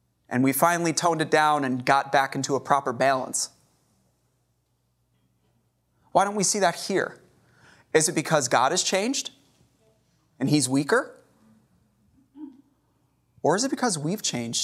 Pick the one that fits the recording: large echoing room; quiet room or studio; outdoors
large echoing room